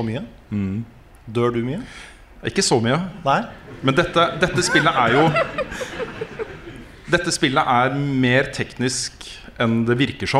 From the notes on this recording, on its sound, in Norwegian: Live fra Eldorado. Ukens episode er spilt inn live på Eldorado i Oslo i helgen, og for et show det ble!